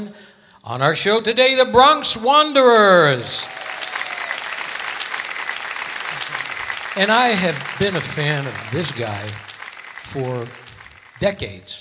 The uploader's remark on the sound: Live at the South Point Casino